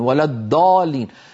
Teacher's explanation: مهما ضغط على طرف لسانه الأمامي وفخمه لن يخرج الضاد المطلوبة، وإنما هذه دال مفخمة